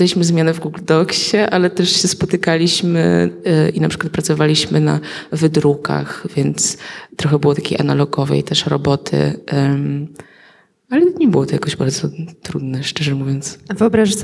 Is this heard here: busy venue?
yes